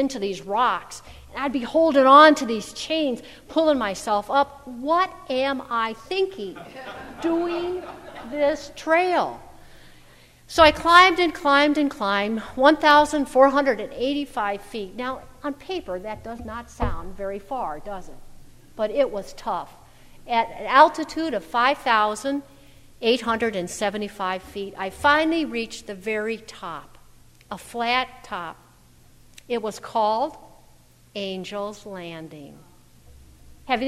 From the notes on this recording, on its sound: at First Presbyterian Church of Arlington Heights, Illinois.